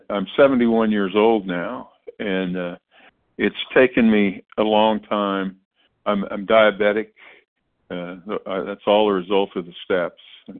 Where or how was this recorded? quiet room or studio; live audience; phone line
phone line